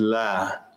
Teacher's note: Because you made the lamb mufakhama, but the lamb is not mufakhama.